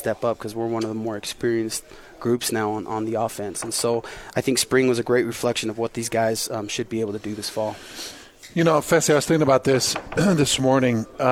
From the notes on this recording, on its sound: live from BYU Football Media Day